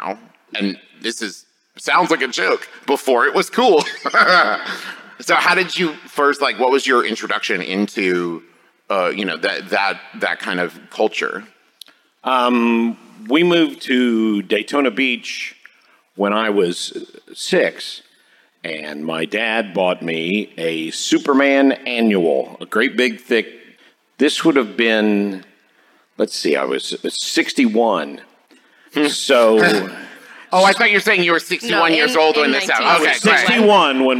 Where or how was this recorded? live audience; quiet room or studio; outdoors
live audience